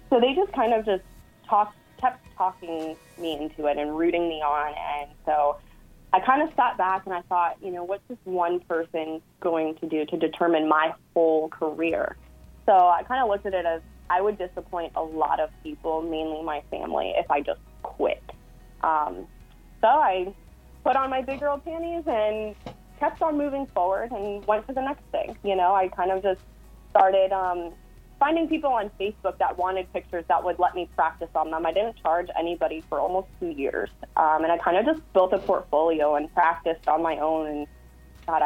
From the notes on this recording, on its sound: joined on the phone